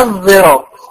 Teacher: زي كلمه مثلا الصراط بيقولها الظراط، ده في قراءة الإمام حمد، دي مش حرف ملوش فيها خالص. الصاد المشمة بصوت الزاي